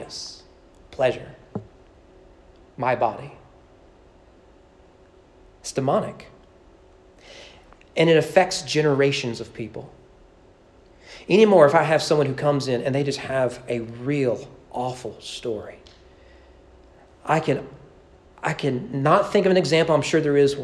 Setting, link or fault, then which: setting, large echoing room